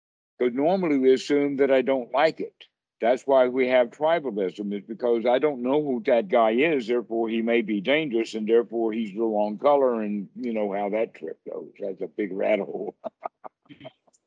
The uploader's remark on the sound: skype calls on this channel